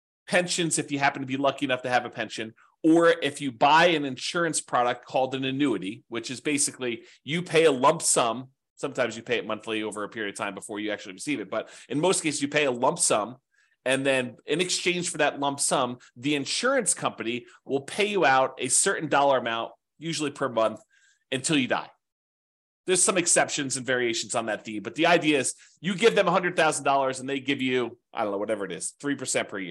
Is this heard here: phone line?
no